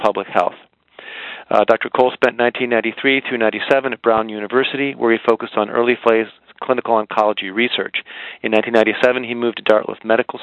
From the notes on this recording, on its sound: July 2007 Author in the Room® Teleconference